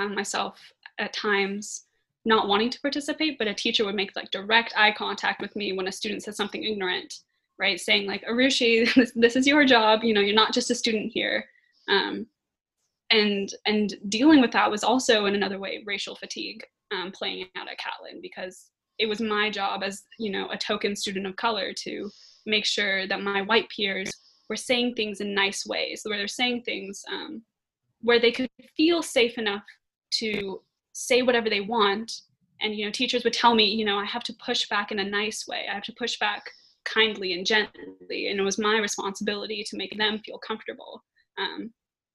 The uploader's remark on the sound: The zoom conversation that I had this week.